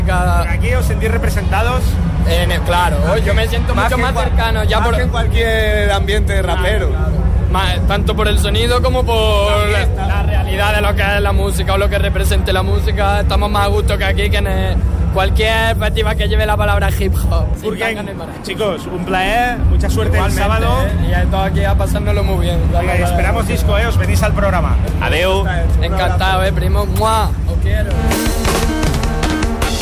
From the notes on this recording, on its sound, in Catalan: Ens passegem amb un micro a la mà durant la primera jornada del festival. Parla el Sónar.